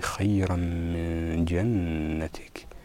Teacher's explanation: لإخفاء النون الساكنة بسبب الجيم التي بعدها نعطي زمنا بمقدار حركتين، وعند إخفاء النون بسبب حرف الإخفاء الذي بعدها نشم النون مخرج الحرف الذي يليها من جنتك.